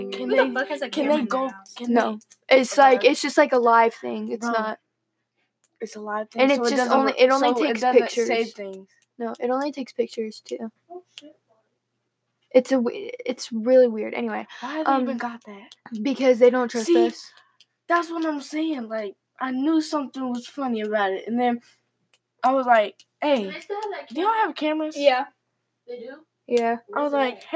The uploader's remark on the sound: we only had 1 microphone so we had to make due.